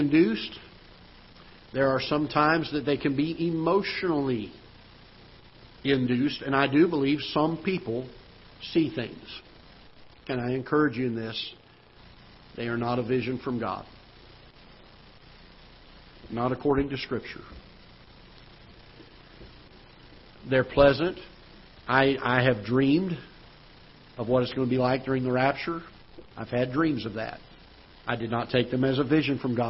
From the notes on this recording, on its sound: Ketha Heights Baptist Church ~ Live Broadcast.